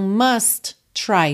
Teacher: junta num T só, né? Não precisa repetir dois T's